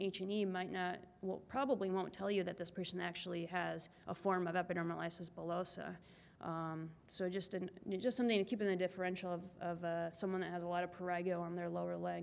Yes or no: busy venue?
yes